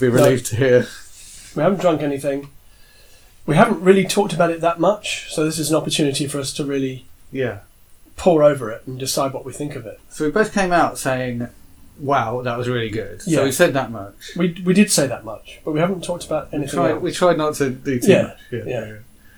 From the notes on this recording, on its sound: Are in the same place, making their discussion more natural, and their sound quality lower.